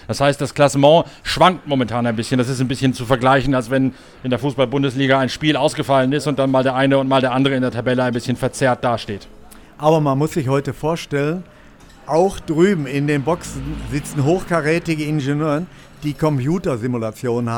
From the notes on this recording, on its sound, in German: live in der Box von Schnabl Engineering